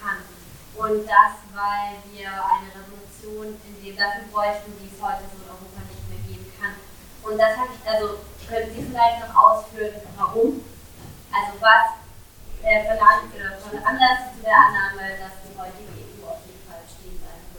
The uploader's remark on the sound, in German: Der Vortrag fand im Rahmen der Reihe "Eurotopia" des Theater Freiburg statt, am 30.03.2017 in der Katholischen Akademie Freiburg.